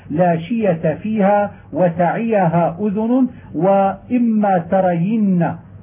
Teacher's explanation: هذا كله يجب التحفظ ببيانه وإعطائه من الحركة حقه من غير تعسف ولا نبر، لأن الياء حرف ثقيل، وإذا تكررت تكررت ثقل، وإذا تحرك كان أثقل، وإذا تحركت الياء بكسرة وقبلها فتح أو بفتح وقبلها كسر وجب أن تخفف الحركة على الياء ويسهل اللفظ بحركتها لئلا يشوبها شيء من التشديد أو النبر أو يسبق اللسان بهمزة في موضعها، وذلك نحو لا شية فيها وتعيها أذن وإما ترين.